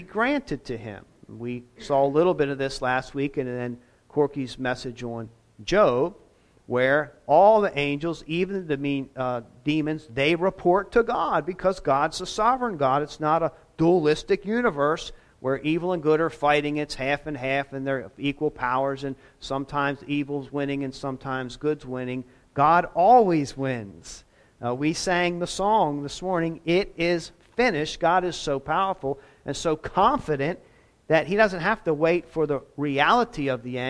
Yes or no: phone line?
no